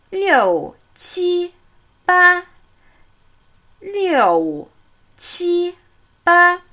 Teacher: Der Ton fällt ab und zwei hohe Töne.